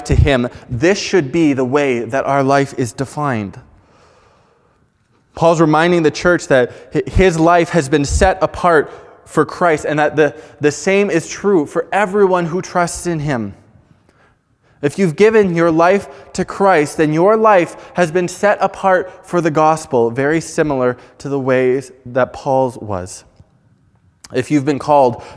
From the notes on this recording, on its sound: Preached on May 9, 2021 at Fellowship Bible Church